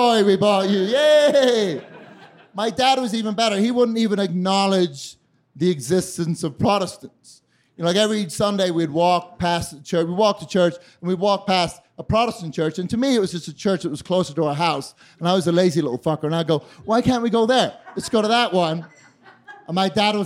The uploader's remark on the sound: During a special edition of The Narrators at High Plains Comedy Festival last September. During a special edition of The Narrators at High Plains Comedy Festival last September.